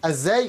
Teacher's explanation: هناك تردد واهتزاز شديد في ازاي